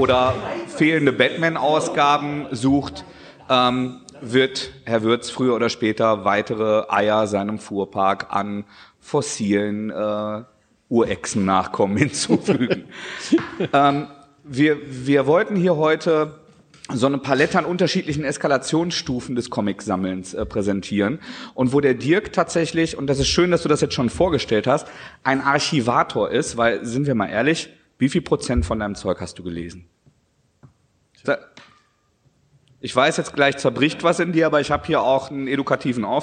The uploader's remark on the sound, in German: unsere erste Live-Folge